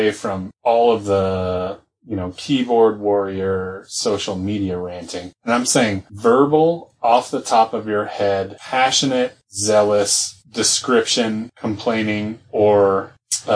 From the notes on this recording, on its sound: Sadly the audio failed